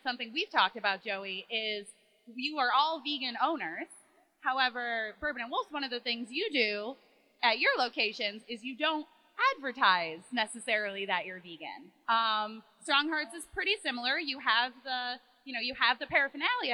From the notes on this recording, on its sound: The audio quality is passible. Live at Syracuse Vegfest! We did our best to record the Vegan Bosses panel we did at Central New York Vegfest in Syracuse, NY in mid October through all the wedding chaos.